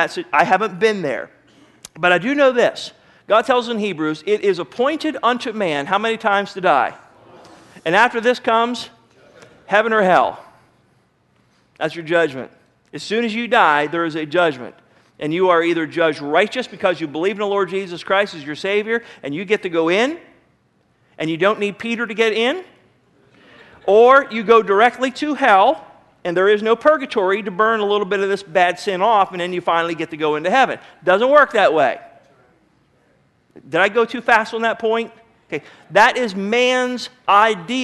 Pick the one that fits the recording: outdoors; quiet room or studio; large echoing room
large echoing room